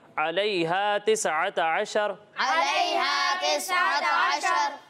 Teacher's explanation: دیکھیں، آپ نے اس بات کا خیال رکھنا ہے کہ علیہا اسے بہت زیادہ نہیں کھینچنا، ٹھیک ہے؟ الف مدہ اسے ایک الف کے برابر ہی کھینچیں گے، اور عین کی ادائیگی بالکل واضح ہونی چاہیے